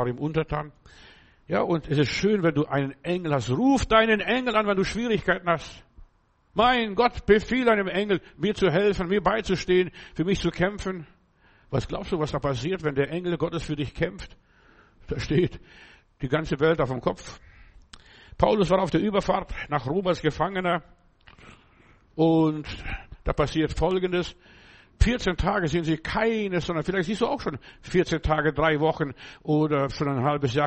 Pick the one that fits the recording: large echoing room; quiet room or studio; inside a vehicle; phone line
large echoing room